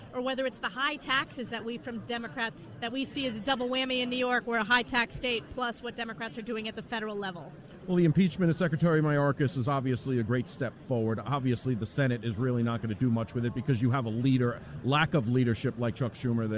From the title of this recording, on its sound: LIVE From CPAC